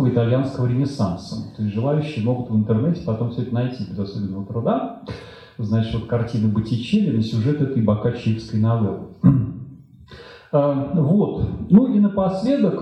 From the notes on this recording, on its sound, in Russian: Дом культуры "Ясная Поляна 13 мая 2017 года. Лекция в рамках цикла "История и литература" Дом культуры "Ясная Поляна.